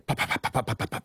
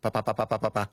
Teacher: And you can't say pop, pop, pop, pop, pop, pop, really fast, because in English, when you say a P, it's got a puff of air with it. · Shown in: first take · All right. That's called aspiration.